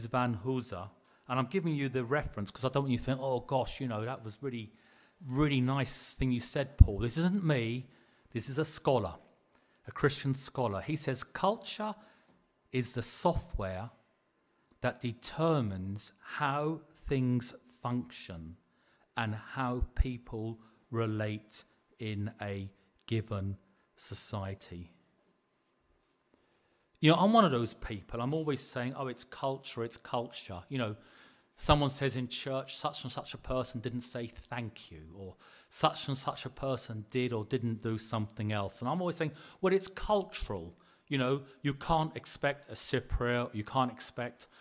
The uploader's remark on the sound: Preached at the LCC Sunday Service.